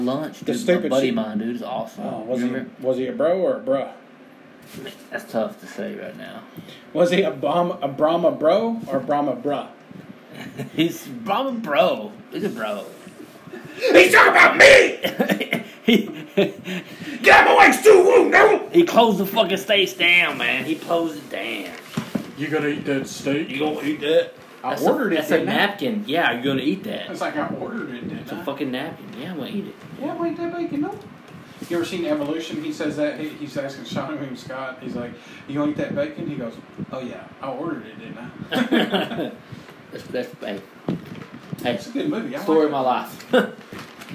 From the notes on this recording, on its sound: The sound is shit at first.